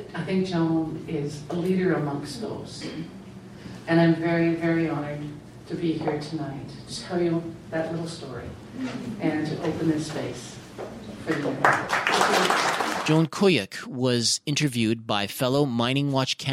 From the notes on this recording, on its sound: Ottawa event hosted by MiningWatch Canada and Octopus Books. The Mauril-Bélanger Social Innovation Workshop (Atelier) at Saint Paul University.